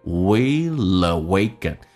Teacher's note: something hopefully will awaken within you.那这边有一个听力的难点就是 will 跟 awaken。如果你单个把这两个单词发成 will awaken, will awaken 也是可以，但是有点多余，感觉有点累。一般来说 will 跟 awaken 会有一个连音， L 只有在音标当中只有一个，所以 L 跟后面进行连音变成 will awaken, hopefully will awaken, willawaken。而且美式发音